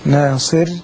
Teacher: الراء مرققه صحيح بس ما يبقاش فيها هواء